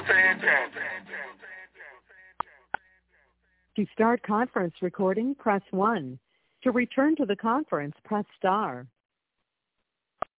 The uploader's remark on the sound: Conference Call